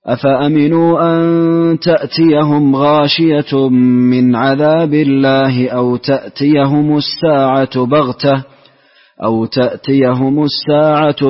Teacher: هنا عندنا مد منفصل وميم جمع. قصرت المنفصل وأسكنت ميم الجمع